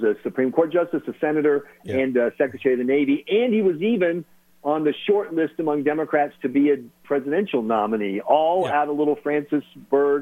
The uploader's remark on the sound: calling LIVE from South Carolina